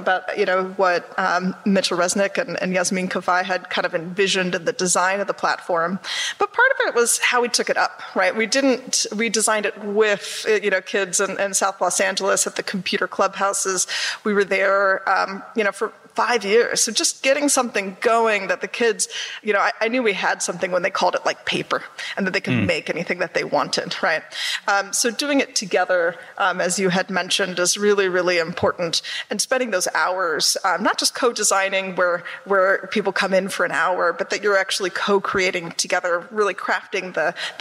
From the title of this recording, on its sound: Live from SXSW Edu 2023